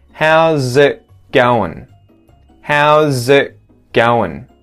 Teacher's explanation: And then because there's a G sound after that T that is muted, it going, it going, the T disappears and we have a muted KG sound with the mouth